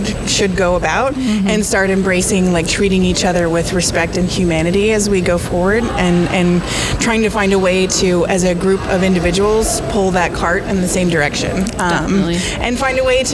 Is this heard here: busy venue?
yes